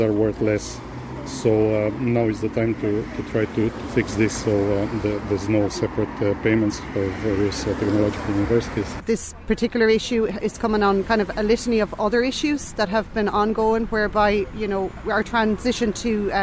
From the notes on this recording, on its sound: Small group of lecturers gather outside ATU Galway as part of national protest. Spoke to these lecturers outside ATU.